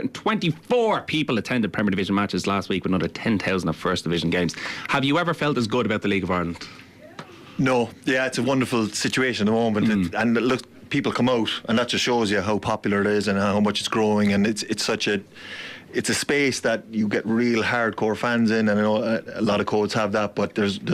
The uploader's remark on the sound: live from Virgin Media Park in Cork